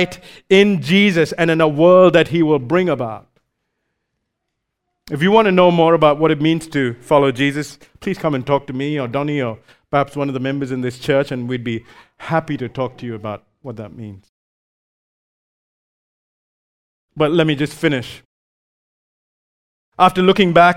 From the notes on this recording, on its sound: recorded live at Grace Community Bible Church